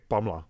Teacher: Pamela, er is geen E in dat woord te horen. · Term: Deletie